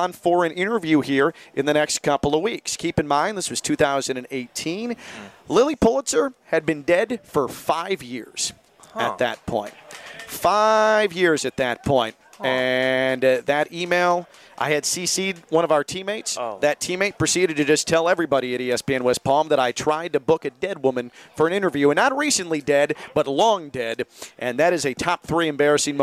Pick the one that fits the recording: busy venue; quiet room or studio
busy venue